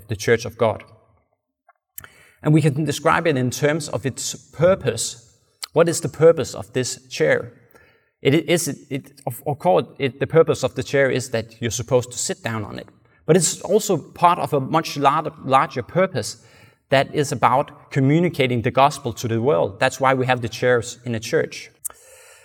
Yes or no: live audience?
yes